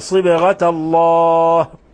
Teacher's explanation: قلقلنا الباء لأنها ساكنة